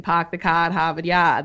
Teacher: they don't really say the R's · Term: non-rhotic